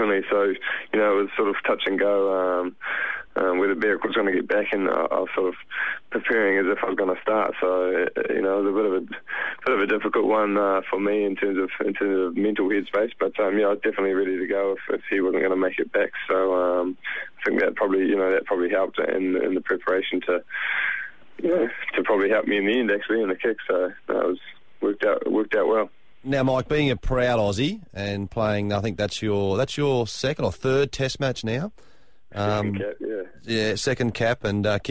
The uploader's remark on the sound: On the phone.